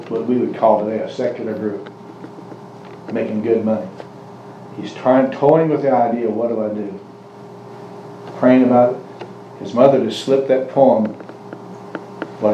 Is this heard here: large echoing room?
yes